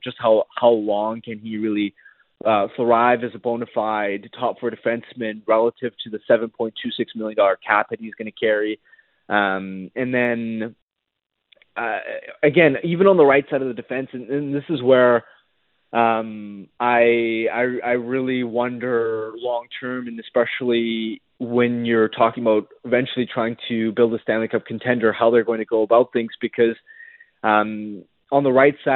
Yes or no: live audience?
no